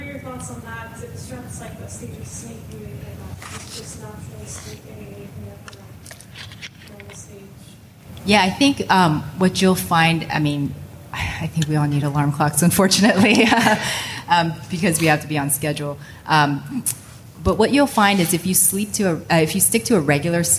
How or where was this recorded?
live audience